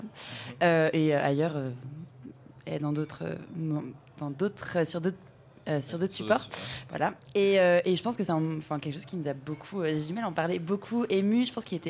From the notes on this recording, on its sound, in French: Sur le char du Lobby. L'équipe du Lobby a célébré la fierté LGBT+ dans une grande Pride radiophonique...